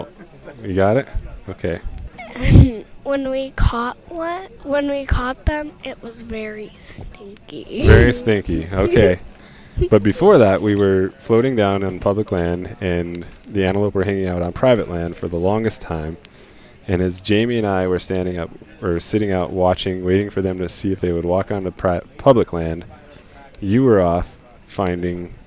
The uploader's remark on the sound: Live from the 2022 BHA Rendezvous.